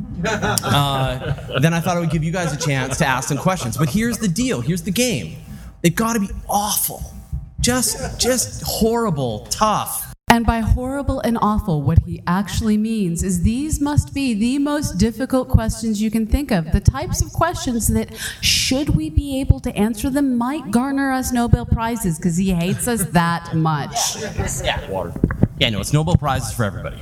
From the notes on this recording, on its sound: Live from DragonCon 2014